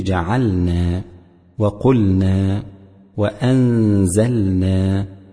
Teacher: بيان اللام الساكنة في جعلنا وقلنا وأنزلنا حيث وقع بعدها نون، فيجب التحفظ بإظهارها مع رعاية السكون فيها، لا كما يفعله